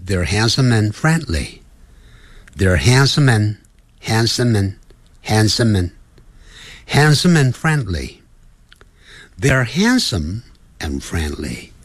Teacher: 由于 handsome 后头有一个 and，所以那个 some 跟 and 产生连音了。